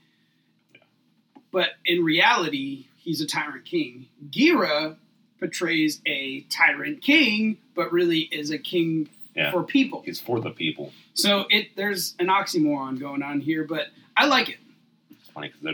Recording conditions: poor sound quality